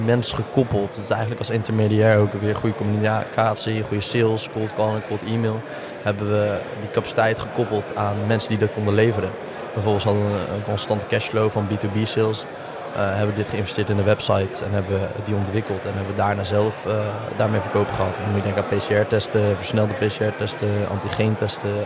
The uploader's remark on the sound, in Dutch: Breda Startup night 4 april Live